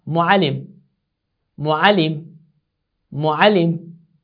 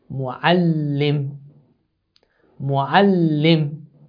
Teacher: You emphasize and you make it much stronger and you double the pronunciation of the consonant, which is lam in this example · Term: shadda